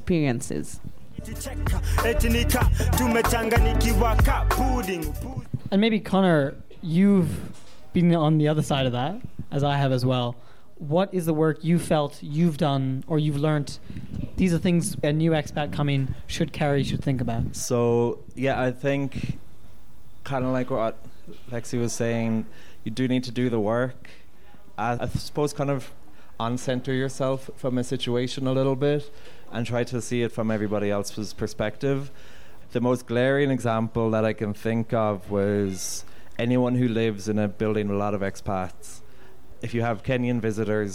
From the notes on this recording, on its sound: comes from a live panel event held on March 10th in Nairobi